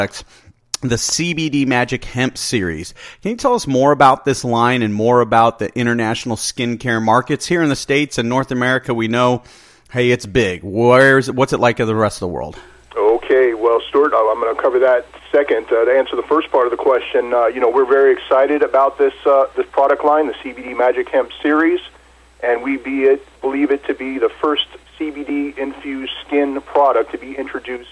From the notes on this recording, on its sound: called in to SmallCapVoice